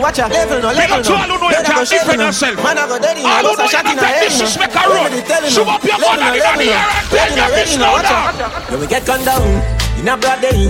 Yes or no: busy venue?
yes